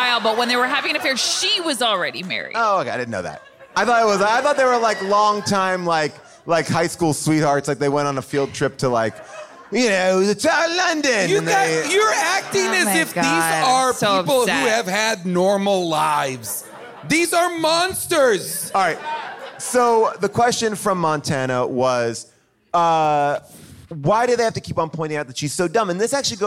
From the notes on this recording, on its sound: Recorded live at the Largo in Los Angeles.